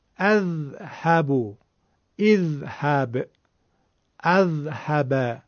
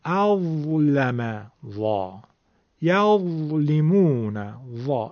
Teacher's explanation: هر چقدر حرف ذال نازکه، حرف ضا تفخیم و درشتی داره · Shown in: second take · برای همینم میتونیم بهش بگیم که حرف ضا ذال مفخمه، ذال درشته.